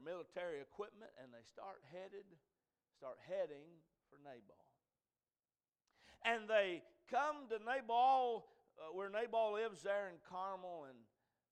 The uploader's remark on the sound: A message preached at Crossroads Baptist Church